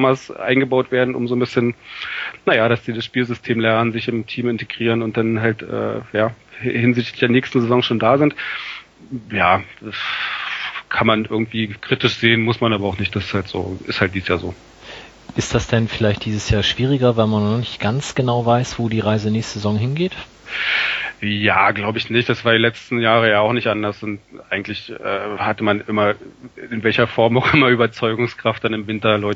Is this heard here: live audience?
no